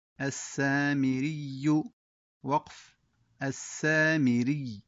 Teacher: ثم يأتينا الوقف بالسكون مع إظهار التشديد